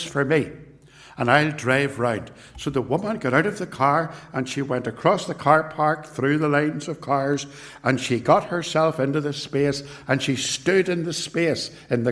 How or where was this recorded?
large echoing room